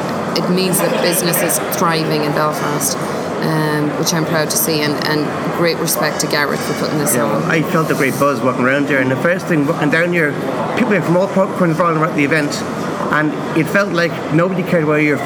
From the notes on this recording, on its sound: in Belfast at the Digital DNA conference